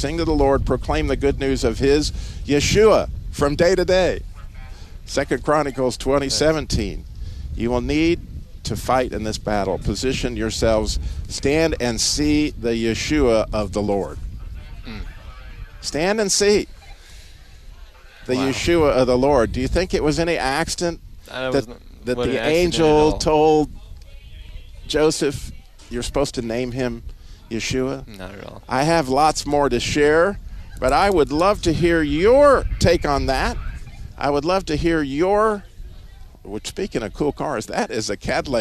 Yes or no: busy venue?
yes